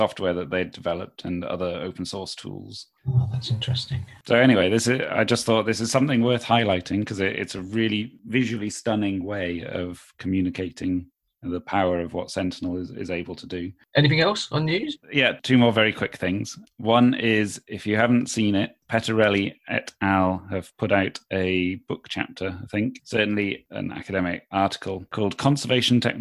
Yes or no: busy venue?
no